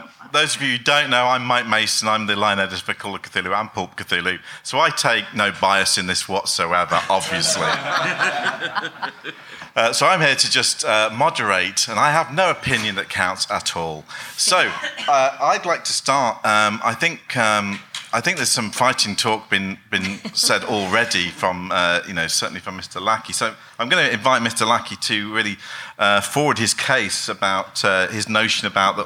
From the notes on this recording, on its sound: We’re back with another special episode we recorded at Necronomicon 2017. This time it’s the Pulp Versus Pure panel that took place on the Friday morning.